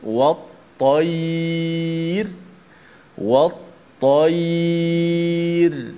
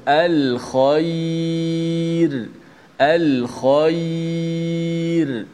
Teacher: huruf ra yang dibaca dengan tarqiq, iaitu nipis